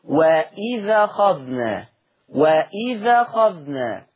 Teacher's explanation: قرأ ورش بالنقل في الألفاظ الآتية: وإذ أخذنا، هينقل حركة الهمز للذال فتصير وإذا أخذنا وإذا أخذنا.